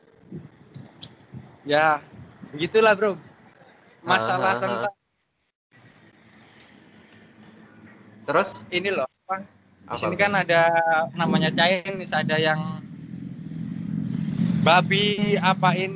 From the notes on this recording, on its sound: Live In Chinatown London